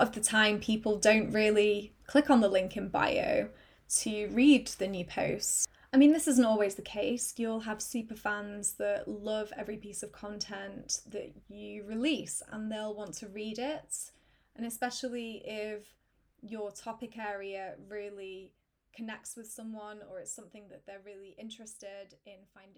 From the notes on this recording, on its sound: huge apologies as there have been some volume-related technical issues in this podcast